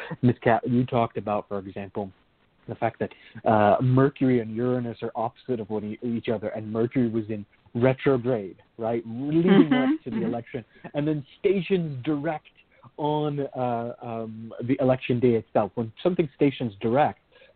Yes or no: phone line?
yes